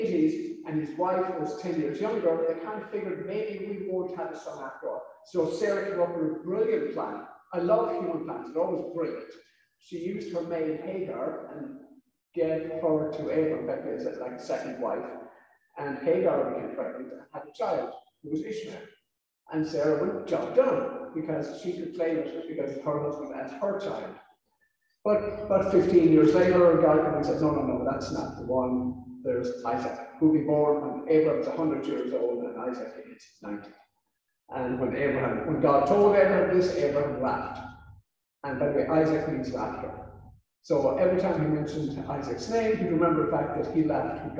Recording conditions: poor sound quality